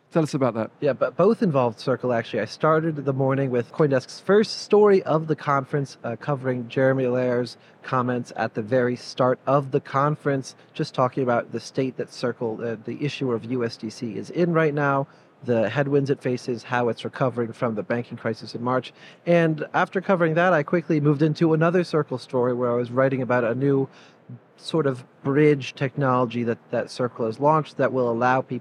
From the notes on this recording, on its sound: Live from Consensus 2023. Sit down for a live, in-person conversation on all things Consensus 2023.